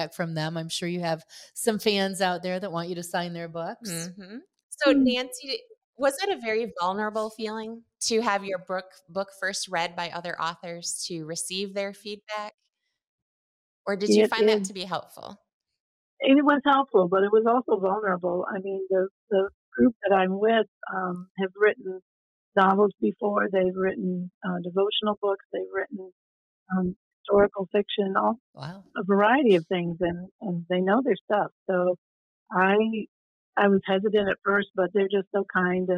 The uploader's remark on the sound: we experienced some connection issues during our interview so the quality is not what you normally expect from Talk Exchange